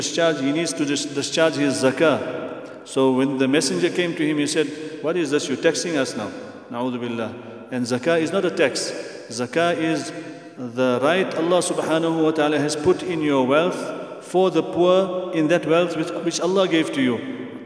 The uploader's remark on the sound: at the Houghton Masjid (West Street)